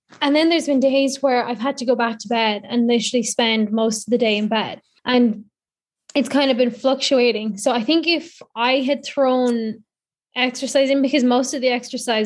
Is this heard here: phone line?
no